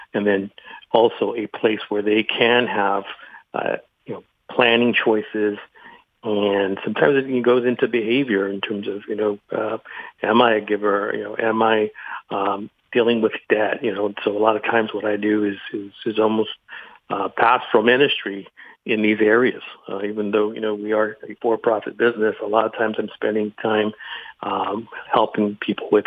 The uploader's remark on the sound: Today's Phone Guest